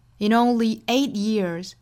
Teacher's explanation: 8 years 中间的 t 的音可以顿开